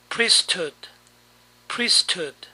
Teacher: A veces la H no se escucha.